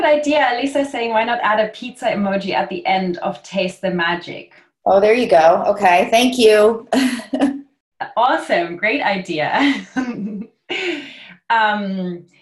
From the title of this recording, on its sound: Live Q&A Call